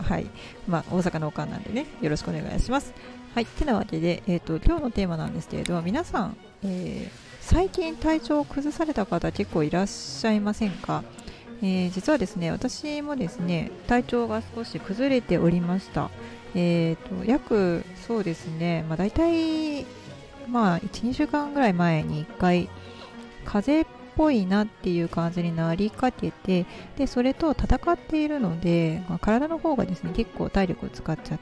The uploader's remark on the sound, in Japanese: 外での収録少しマイクが近くてうるさくてすみません